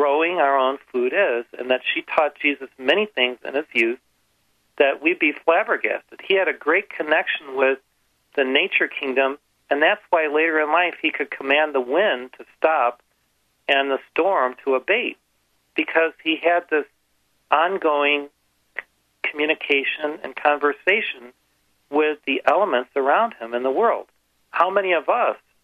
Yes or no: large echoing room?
no